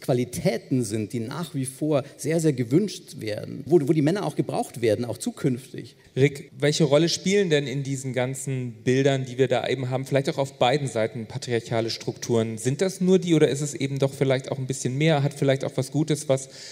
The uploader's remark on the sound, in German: mit Gästen beim Podcastfestival im Hamburg diskutiert